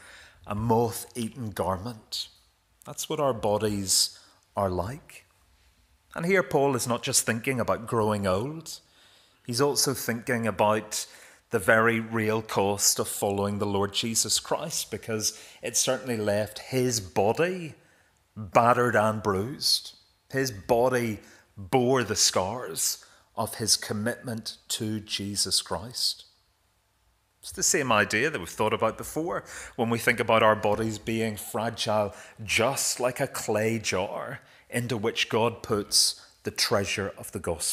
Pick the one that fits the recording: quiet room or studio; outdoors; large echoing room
large echoing room